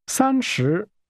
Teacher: That's a high level tone and a falling tone.